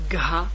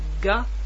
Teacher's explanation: The gha is an aspirated version of the ga.